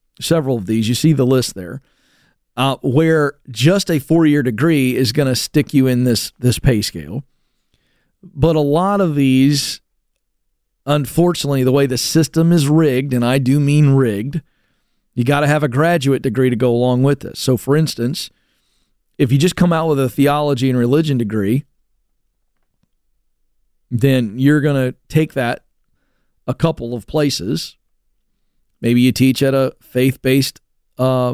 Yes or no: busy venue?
no